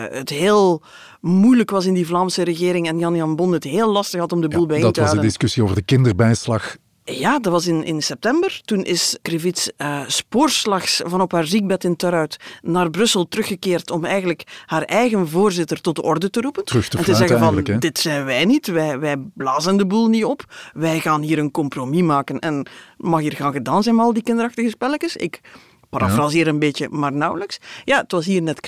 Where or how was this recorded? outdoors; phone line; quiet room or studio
quiet room or studio